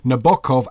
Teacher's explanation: And Italians say Nabokov, accent in the middle, as Russians also do